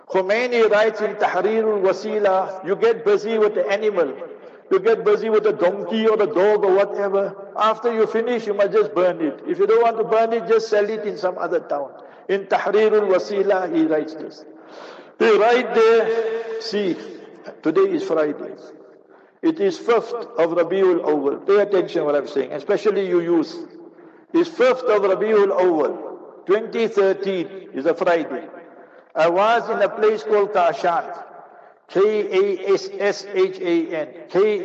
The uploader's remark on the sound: Jumah Lecture at Masjid Abdullah Bin Salaam (21 Fairway Kelvin).